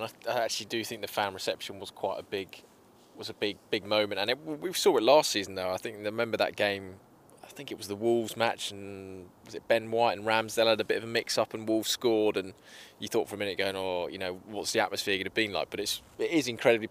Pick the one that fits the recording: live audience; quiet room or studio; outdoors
outdoors